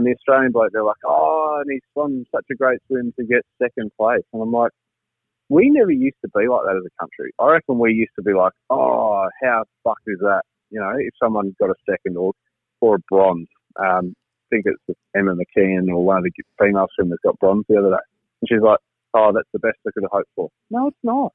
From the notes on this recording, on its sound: ITS OFFICIAL! WERE IN LOCKDOWN! THE GUYS CALL IN FROM HOME.